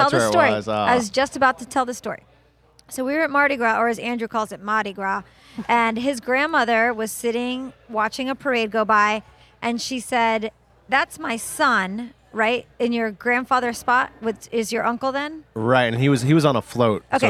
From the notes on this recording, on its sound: recorded at the 2017 Clio Cloud Conference